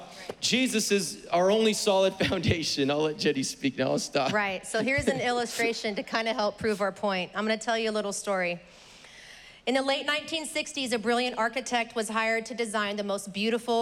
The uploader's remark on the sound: was preached on May 23rd at the 11:30AM service